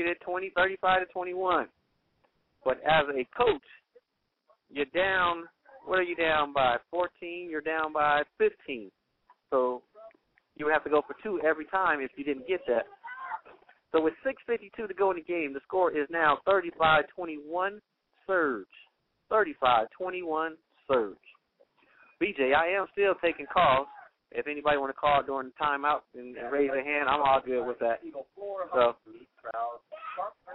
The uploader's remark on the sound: Note: There were a few technical difficulties with his phone.